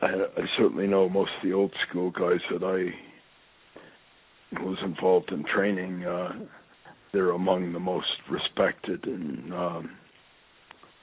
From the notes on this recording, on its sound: I sit down on the phone with my friend